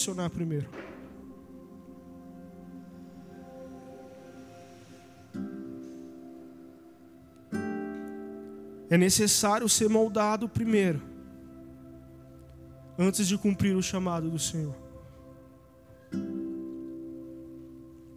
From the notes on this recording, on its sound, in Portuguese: Áudio do Culto de Domingo